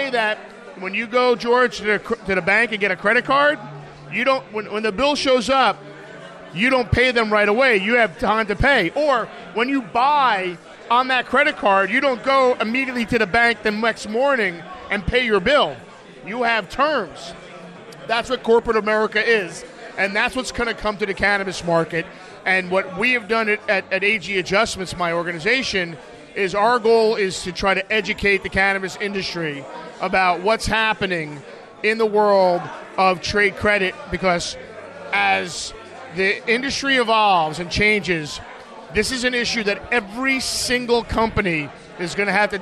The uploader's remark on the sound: Live From The 2019 USCC Expo